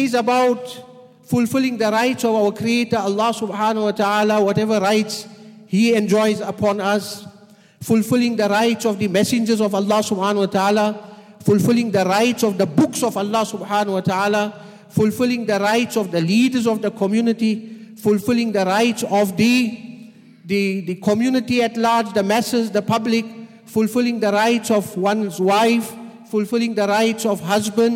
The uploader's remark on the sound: at the Houghton Masjid (West Street)